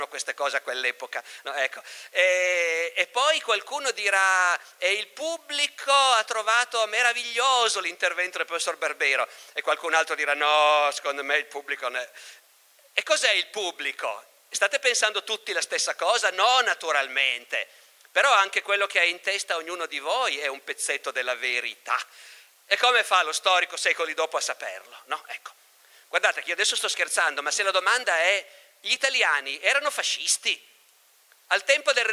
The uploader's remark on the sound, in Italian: Festival Logos 2019, estratto